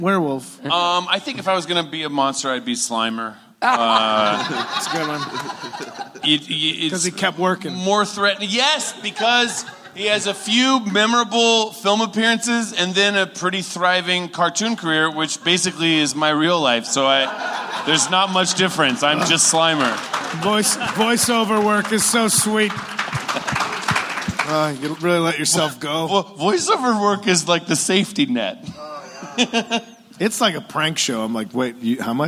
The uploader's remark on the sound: Live from LA Podfest